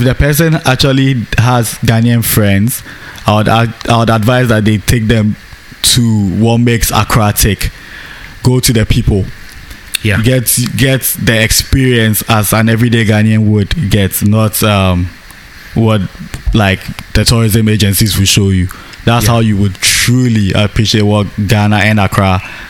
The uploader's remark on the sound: This podcast was recorded at the scenic McCarthy Hills in Accra, Ghana . This podcast was recorded at the scenic McCarthy Hills in Accra, Ghana .